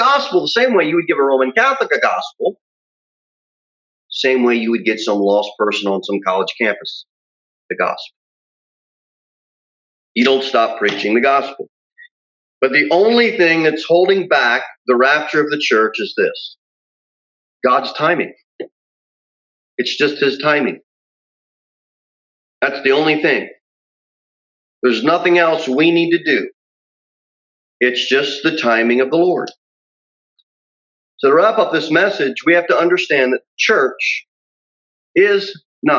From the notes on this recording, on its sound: Sermon delivered at Pilgrim Baptist Church on Thursday, April 8, 2021, at 6:15 pm. Jere Whitson Rd.